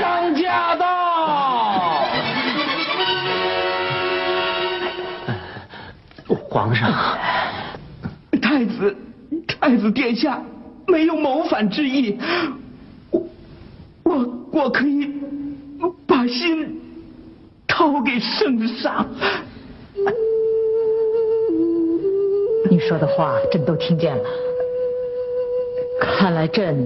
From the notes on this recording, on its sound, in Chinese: 還有聽故事的觀眾